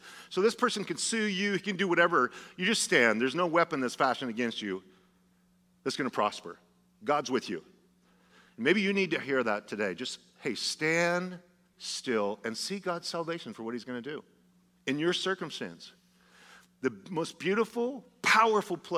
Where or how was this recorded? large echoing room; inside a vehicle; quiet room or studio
large echoing room